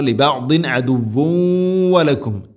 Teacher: തൻവീനിനെ വ എന്ന അക്ഷരത്തിലേക്ക് ഇദ്ഗാം ചെയ്ത് കൂട്ടിലയിപ്പിച്ച് മണിച്ചുകൊണ്ട് ഉച്ചരിക്കണം. അദുവലക്കും വലക്കും ഫിൽ അർദി.